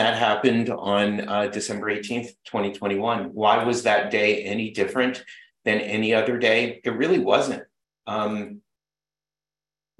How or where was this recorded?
video call